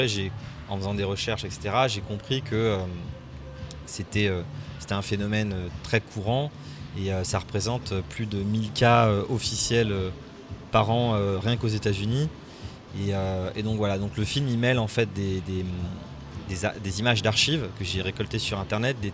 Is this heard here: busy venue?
yes